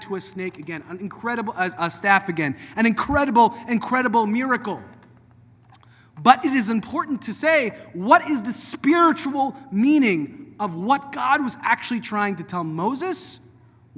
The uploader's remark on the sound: delivered at Temple of Aaron on Shabbat morning on January 6th 2024